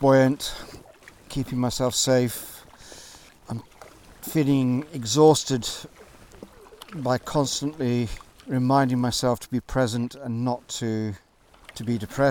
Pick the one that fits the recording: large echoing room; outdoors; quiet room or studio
outdoors